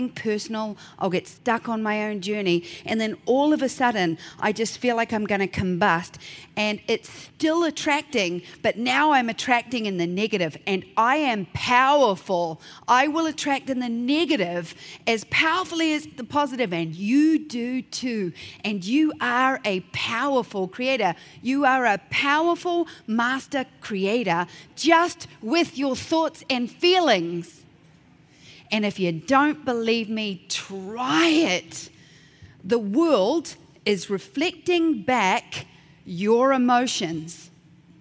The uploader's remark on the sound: keynote at the 2019 Portrait Masters Conference